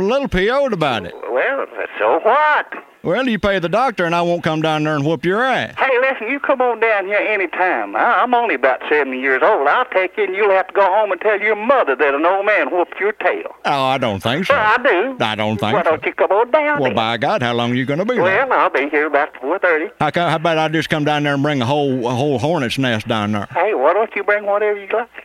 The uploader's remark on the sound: Personal Prank Phone Calls Collection.